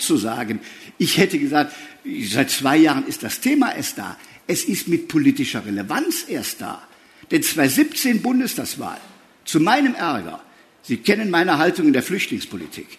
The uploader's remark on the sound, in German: Es wurde im Rahmen der Veranstaltungsreihe „Spiegel Live“ aufgezeichnet, Mitte Oktober auf der Frankfurter Buchmesse.